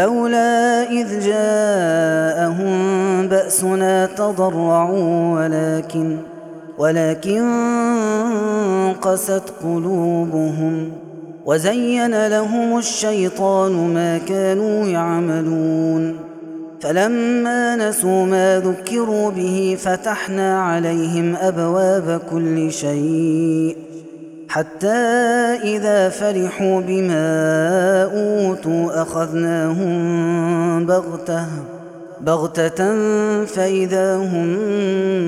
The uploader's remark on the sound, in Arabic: هذا التسجيل من صلاة التراويح. Ramadan 2021.